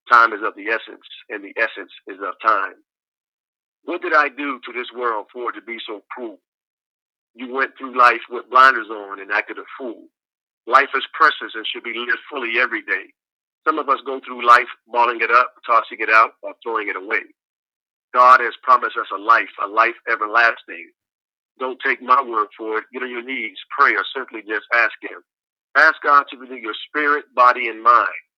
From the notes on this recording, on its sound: I make a very special phone call to my father